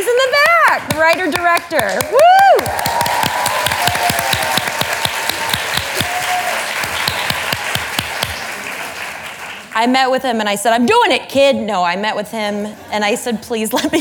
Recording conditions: live audience